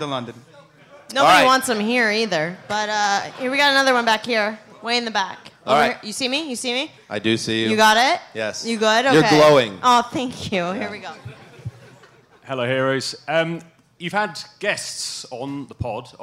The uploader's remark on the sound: From the Curtain Club in London. Hang out with lucky fans at the Curtain Club in London. In front of an energetic crowd.